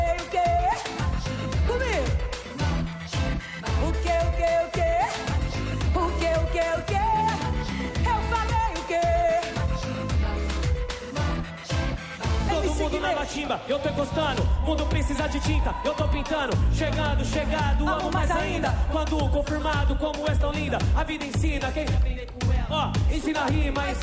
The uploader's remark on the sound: Ao Vivo No The Voice Brasil